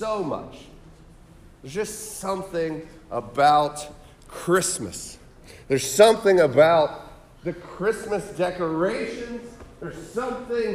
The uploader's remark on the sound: Sermon preached on December 17, 2023 at The Salvation Army Kroc Center